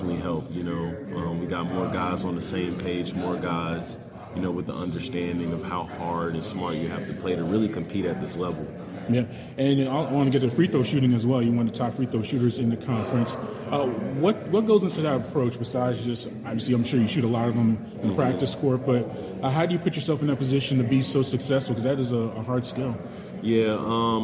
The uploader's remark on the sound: for an interview during the ACC Tipoff event October 12